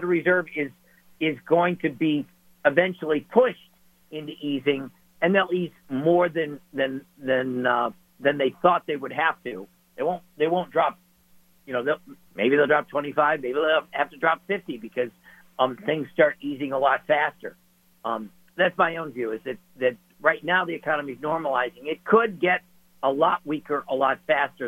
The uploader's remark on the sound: calling LIVE from South Carolina